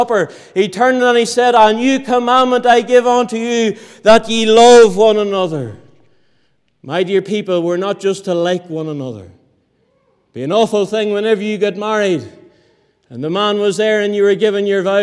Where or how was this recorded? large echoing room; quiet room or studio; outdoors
large echoing room